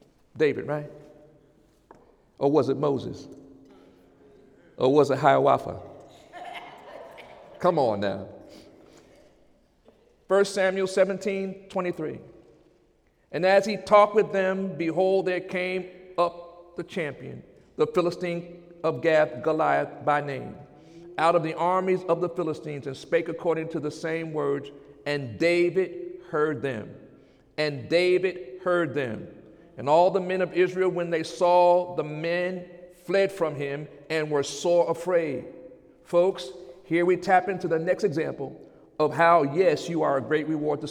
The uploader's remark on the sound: During Sunday morning service on February 26, 2017